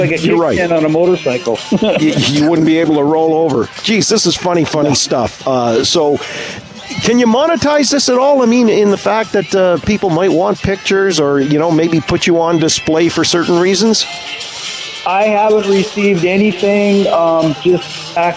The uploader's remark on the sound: The conversation took place while we were live on location at Canada's Wonderland.